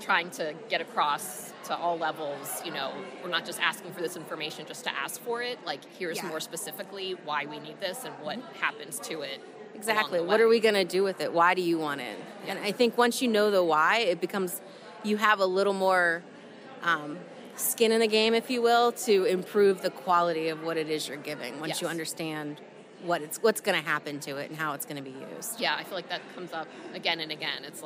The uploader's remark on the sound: On Stage in Nashville, Tennessee. I had the opportunity to chat with data experts from states across the country at this year's IDC Interactive Institute live in Nashville, Tennessee.